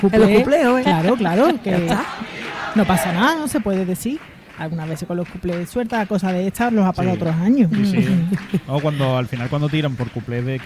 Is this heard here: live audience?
yes